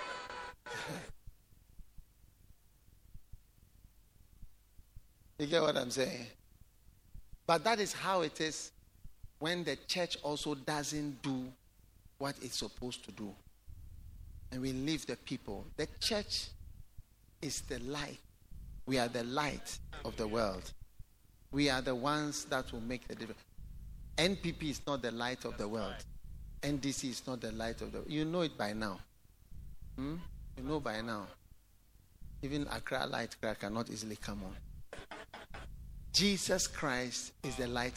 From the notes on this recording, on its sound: Preached at The Way Cathedral, Ayawaso-Ghana.